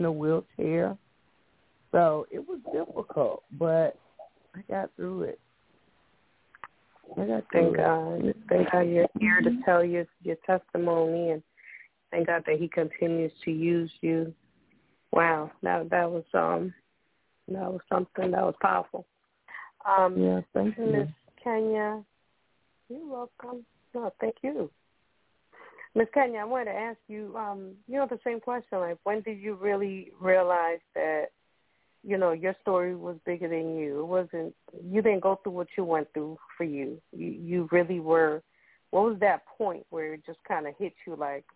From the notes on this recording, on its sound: Those who call in will form a panel